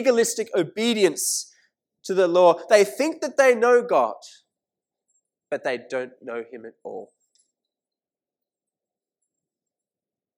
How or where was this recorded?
large echoing room